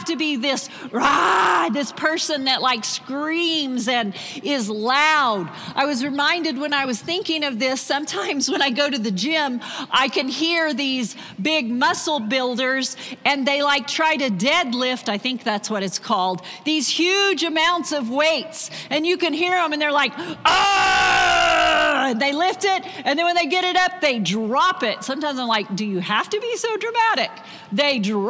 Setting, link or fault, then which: setting, live audience